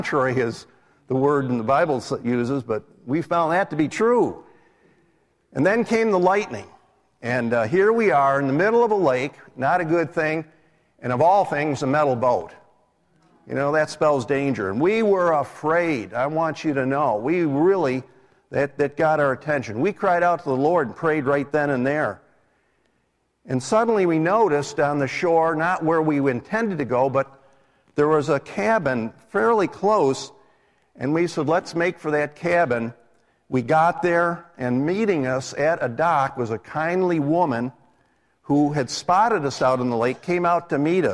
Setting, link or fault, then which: setting, large echoing room